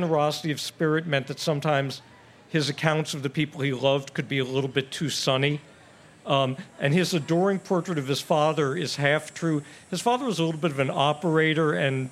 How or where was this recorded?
live audience